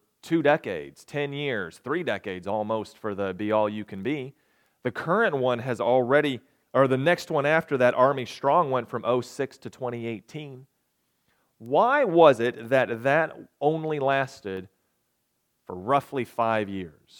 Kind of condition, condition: setting, large echoing room